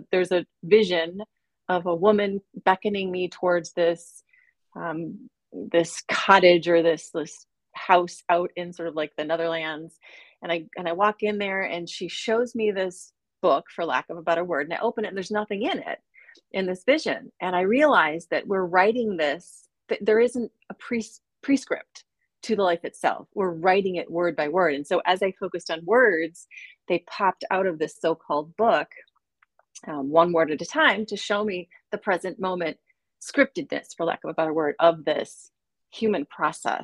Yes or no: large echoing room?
no